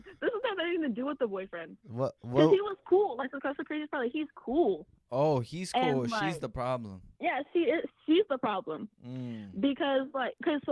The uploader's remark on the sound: Call In Episode